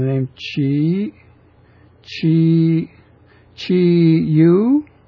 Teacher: It would be pronounced Chi Yu, Chi Yu, like that, because the accent shows there's no up or down pitch change in the name Chi, Chi, Chi Yu, whereas the U has an upward change in the pitch as indicated by that accent, the upward angle.